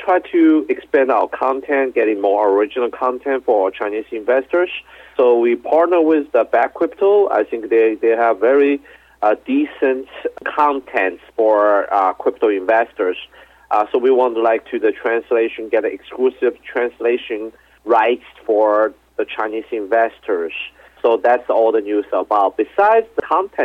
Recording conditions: phone line